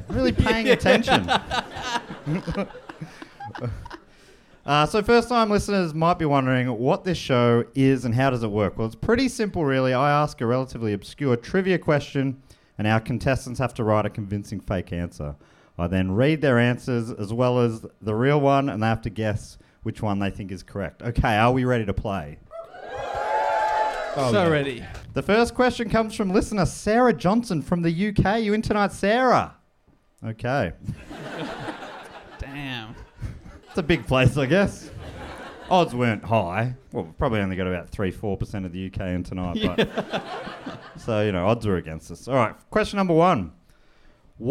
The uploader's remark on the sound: Recorded live in Birmingham, UK!